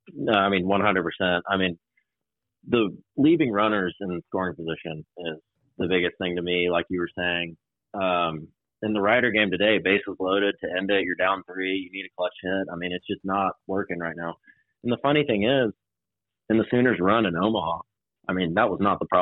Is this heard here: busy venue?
no